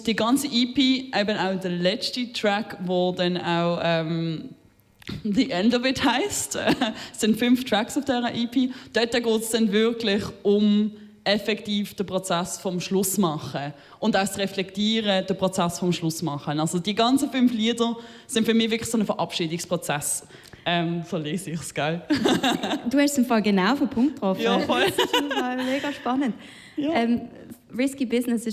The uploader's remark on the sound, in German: Sind wir nicht nur auf Kanal K live gegangen, sondern durften in der Bar im Stall vor einem Live-Publikum podcasten. Die Kirsche auf der Torte: Das abschliessende Live-Set.